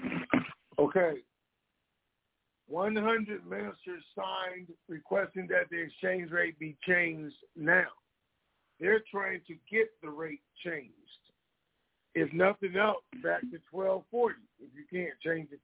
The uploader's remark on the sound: Conference Call